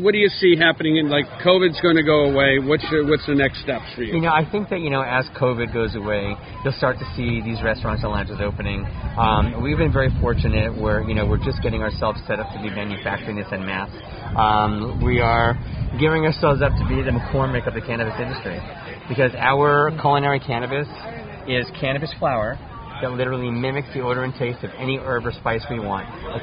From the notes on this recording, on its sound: On location Lunetta All Day.